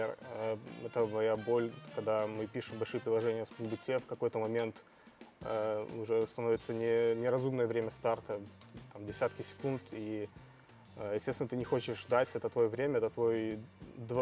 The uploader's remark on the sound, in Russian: Подкаст записан на конференции